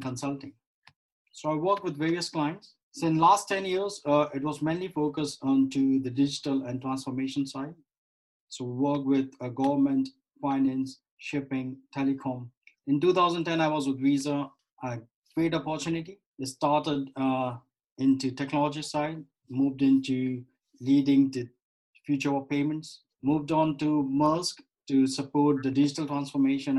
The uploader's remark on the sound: over Zoom